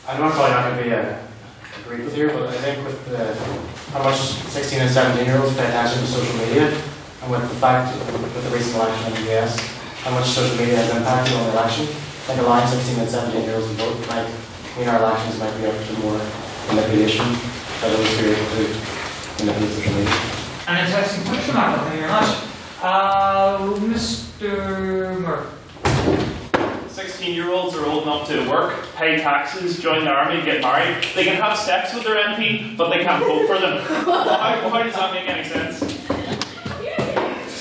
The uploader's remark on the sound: the recording of the fifth Ordinary Meeting of the Society, where the House convened to discuss the motion